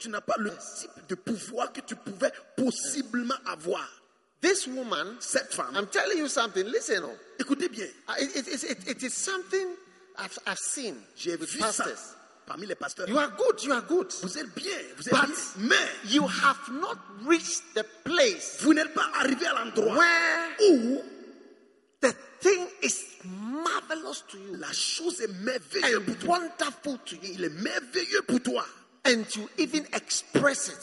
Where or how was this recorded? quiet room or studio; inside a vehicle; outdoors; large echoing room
large echoing room